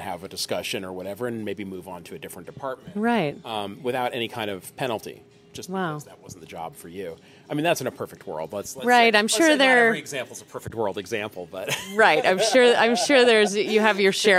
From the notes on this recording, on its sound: Amid the inspiring energy at this year's American Cheese Society conference